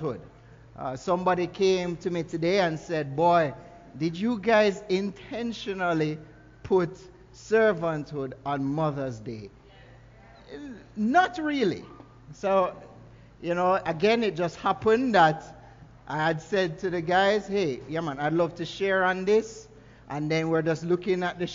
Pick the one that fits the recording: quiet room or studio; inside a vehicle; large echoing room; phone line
large echoing room